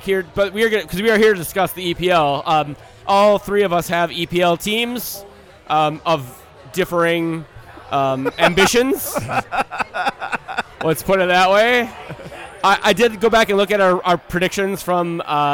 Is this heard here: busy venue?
yes